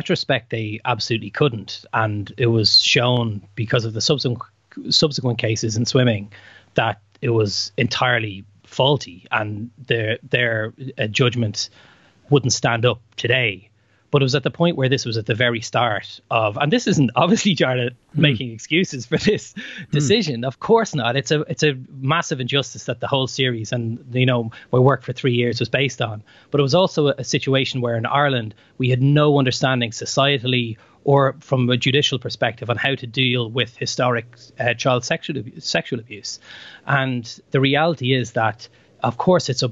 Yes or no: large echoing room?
no